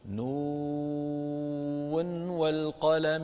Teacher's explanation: لو وصلنا نون مع والقلم نظهر النون